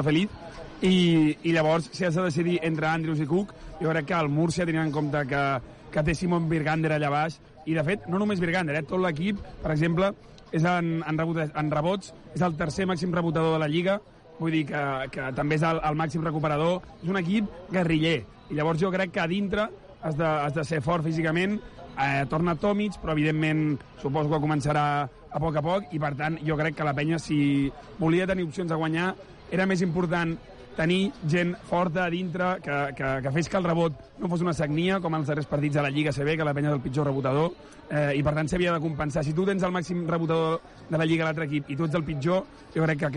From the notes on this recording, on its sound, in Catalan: Transmissió en directe del partit UCAM Murcia vs Joventut.